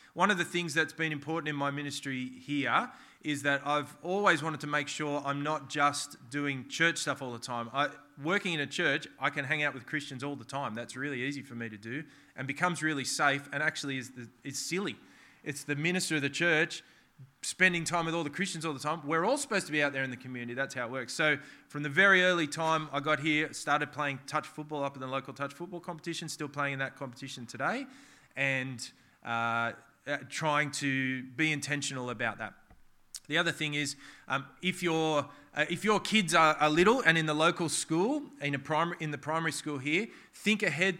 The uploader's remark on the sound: This sermon was preached on the 24th of September 2023 at all services of Helensburgh and Stanwell Park Anglican Church.